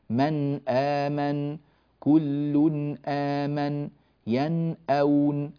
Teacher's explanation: النون ظاهرة جدا واللسان يطرق المخرج فيها · Term: الإظهار